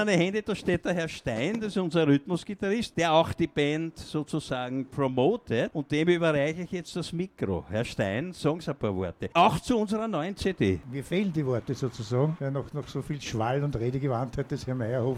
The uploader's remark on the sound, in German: Tönt Gut“Das Orange94.0 Programmfest. Das feiern wir on air & on Gehsteig ( Live in Concert).